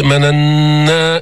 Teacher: جبنا النون المشددة، جبنا غنة بينة، غنة واضحة في النون المشددة